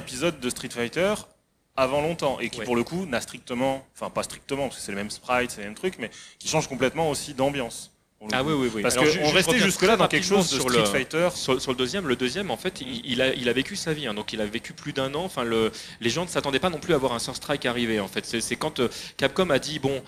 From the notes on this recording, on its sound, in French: Enregistrement en public de la conférence sur les 30 ans de Street Fighter pendant Play Paris By Pax.